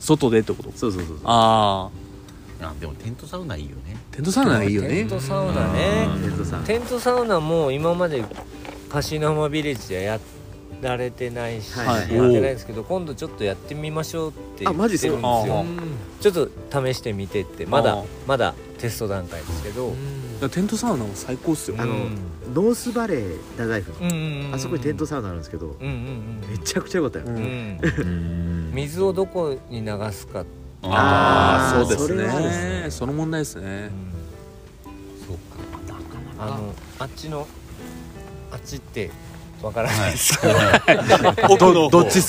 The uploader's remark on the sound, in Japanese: 今回も福岡市東区にある元遊園地のキャンプ場かしいのはまビレッジです。6人で焚き火を囲んでいます。